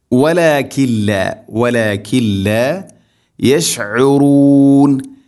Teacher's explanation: മുഫ്സിദൂന വലാകില്ല, സാക്കിന നൂന്ന് ശേഷം ലാം ഇദ്ഗാം ബിലാ ഗുന്ന, നൂനിനെ ലാമിലേക്ക് ഗുന്ന ചെയ്യാതെ മണിക്കാതെ കൂട്ടിലയിപ്പിക്കണം